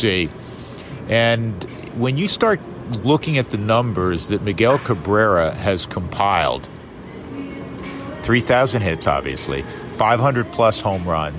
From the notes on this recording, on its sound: Recording this week from the booth at Citizens Bank Park in Philadelphia.